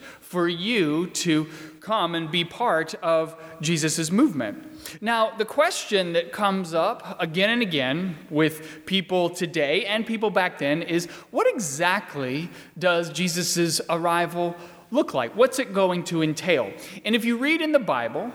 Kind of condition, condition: setting, large echoing room